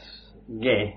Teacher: When we are talking about the Earth, ge, this hard gamma, you know the expression to be gammaed up, to be made really tacky, solid, this hard G pronounced at the back of the throat by blocking it with the tongue and suddenly releasing it, signifies the solidification of matter.